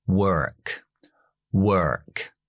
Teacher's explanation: Si quieres el acento estadounidense, pronunciamos la R.